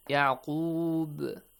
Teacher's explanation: Ba becomes sakin, qalqala, bouncing sound.